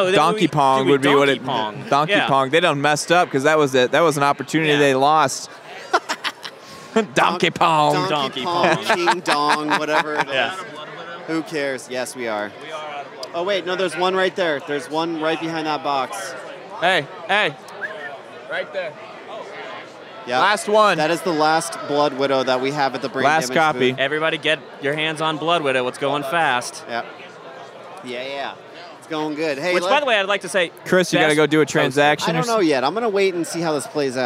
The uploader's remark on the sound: live at Mad Monster Party 2015 in Phoenix, AZ